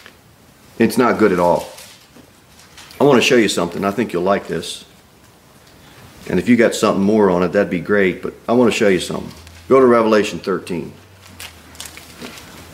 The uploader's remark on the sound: Sermon delivered at Pilgrim Baptist Church on Sunday, November 20, 2023, at 11:15 am.